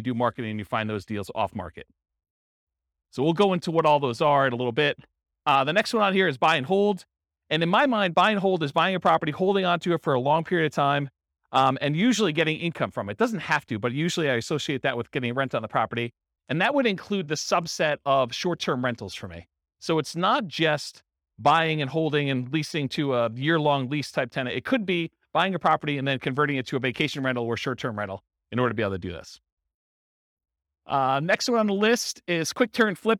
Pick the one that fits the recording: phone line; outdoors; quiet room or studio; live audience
live audience